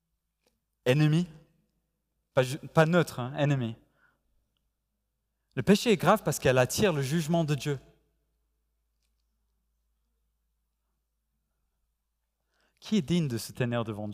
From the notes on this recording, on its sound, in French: Enregistré à l'église CVV, le 05/09/2021